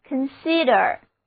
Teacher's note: 重音放在第二个音节上